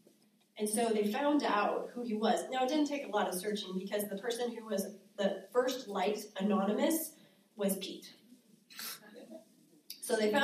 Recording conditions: live audience